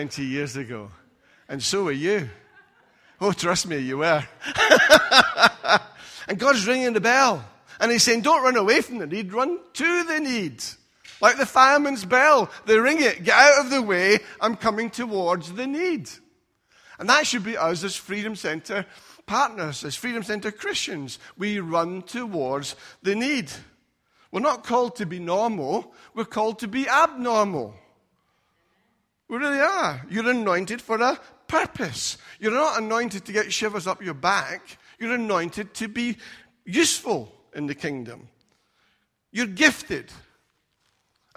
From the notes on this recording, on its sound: Recorded at freedomcentre church, Preston